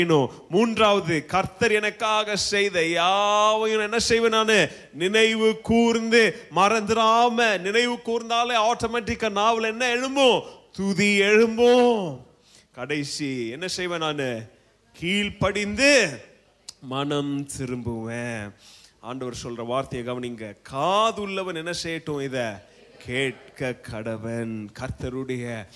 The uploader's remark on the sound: Preached at Zeal Gospel Church, Bangalore during 26th day of Annual Fasting Prayer.